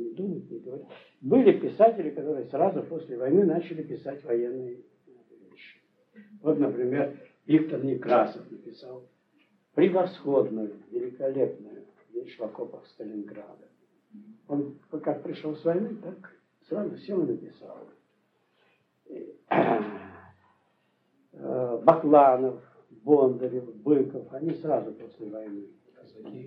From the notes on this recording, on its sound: as part of a class lecture at KU in February of 1990